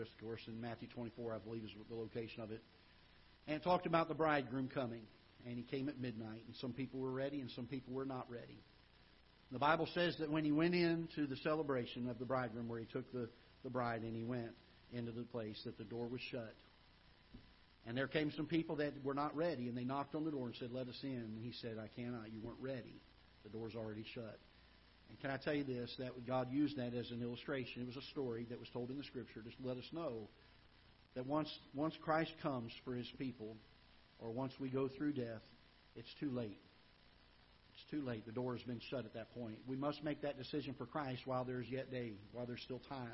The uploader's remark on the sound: Ketha Heights Baptist Church ~ Live Broadcast